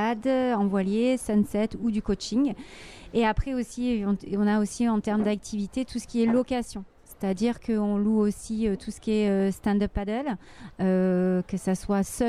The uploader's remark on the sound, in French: En direct du Forum des Associations de Soorts-Hossegor. Au micro de Wave Radio.